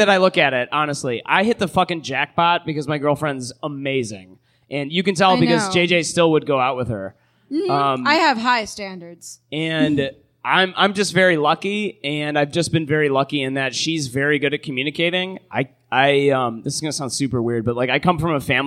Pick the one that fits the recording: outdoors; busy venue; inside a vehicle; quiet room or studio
busy venue